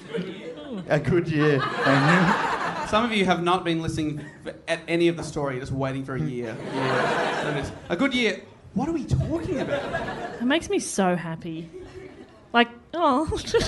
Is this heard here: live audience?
yes